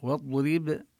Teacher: هذه الآيات ما شاء الله في قوله تعالى واضرب، الواو هنا المطلوب أن نلفظها مرققة، والضاد من حروف الاستعلاء وحروف الإطباق وليست من حروف القلقلة، من دون قلقلة. واضرب نبين كسر الراء وقلقلة الباء